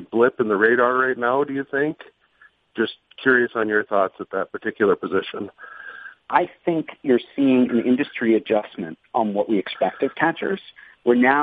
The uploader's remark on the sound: in an ESPN media conference call